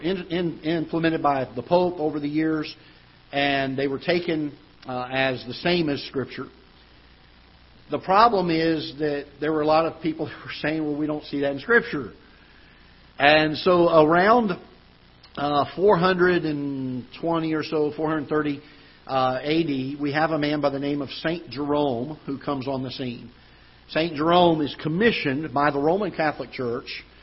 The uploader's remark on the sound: Ketha Heights Baptist Church ~ Live Broadcast